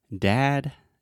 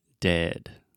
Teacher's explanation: And again, if you look in a mirror when you're saying this, when you say dad, your mouth is really, really open. It kind of looks like a square shape. And then dead, your mouth is much more closed.